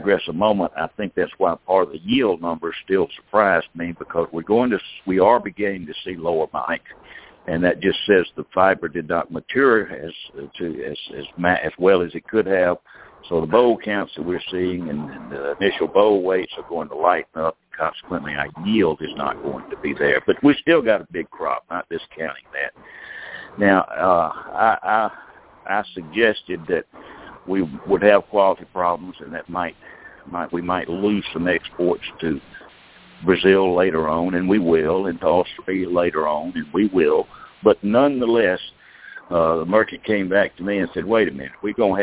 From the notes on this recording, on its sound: Monthly Conference Call.